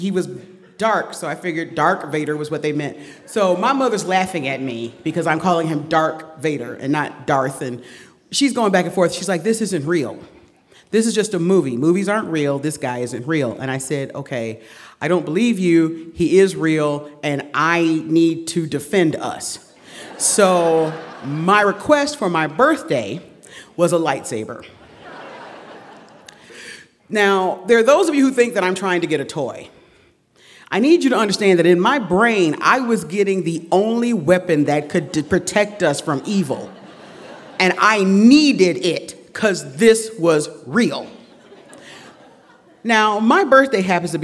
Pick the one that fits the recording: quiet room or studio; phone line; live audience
live audience